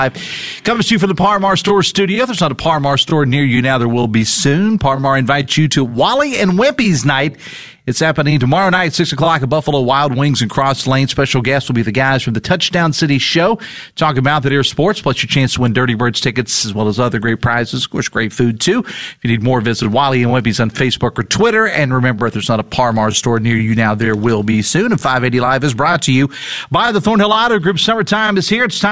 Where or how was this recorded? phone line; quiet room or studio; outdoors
phone line